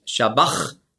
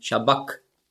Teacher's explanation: das Chi, das hat man ausgesprochen so wie ein C hinten im Gaumen · Shown in: second take · Also nicht Shabach, sondern Shabak.